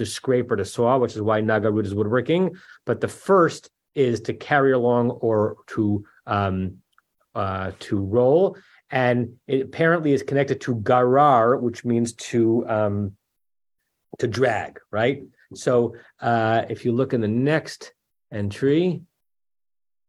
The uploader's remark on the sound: At Temple Beth Am, Los Angeles.